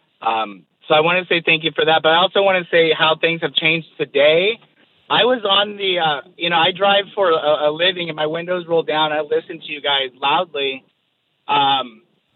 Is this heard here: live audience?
no